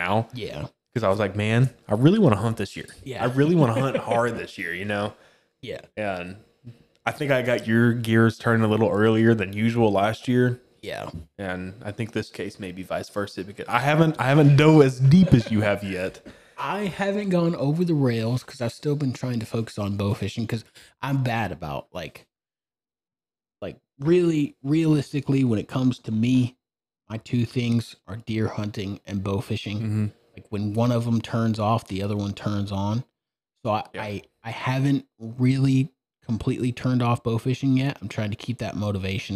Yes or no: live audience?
no